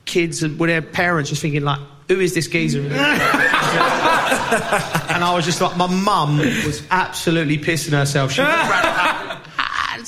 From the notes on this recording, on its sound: Live Show. They test their knowledge with a pub quiz, FaceTime some of their famous friends and answer questions from the audience in this end of season All To Play For extravaganza.